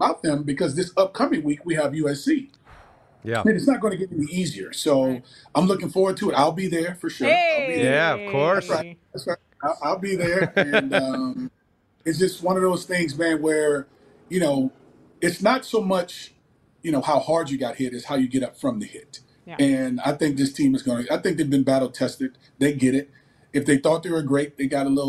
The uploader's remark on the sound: Steelers Watch Party in Mexico City. Live from the podcast lounge!